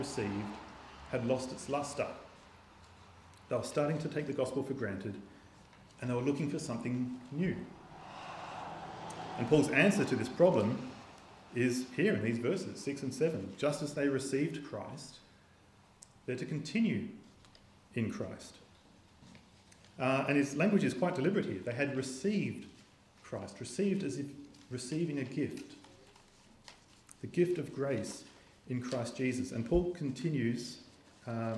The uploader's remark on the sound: This sermon was preached on the 31st of December 2023 at all services of Helensburgh and Stanwell Park Anglican Church.